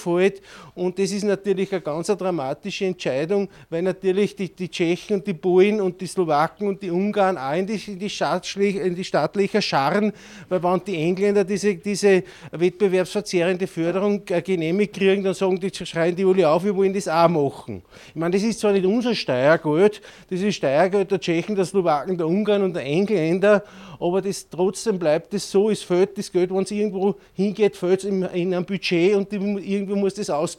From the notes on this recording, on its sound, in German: bei einer Veranstaltung in Hirschbach aufgezeichnet wurde